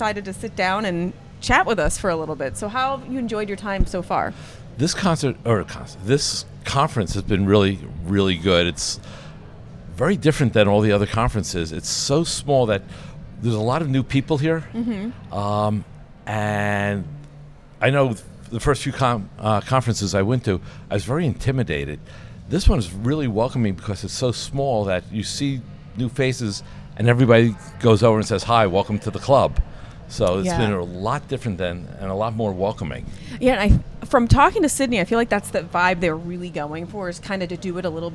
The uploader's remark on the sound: Live from ClaimsXChange